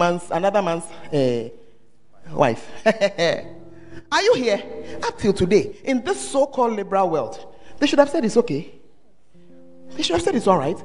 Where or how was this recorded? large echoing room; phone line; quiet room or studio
large echoing room